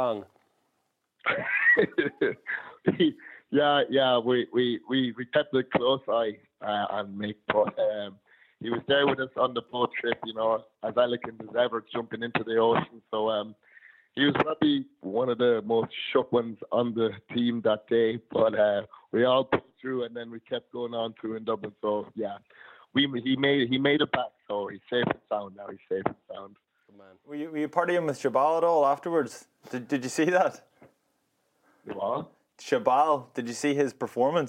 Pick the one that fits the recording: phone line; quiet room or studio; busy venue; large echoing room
phone line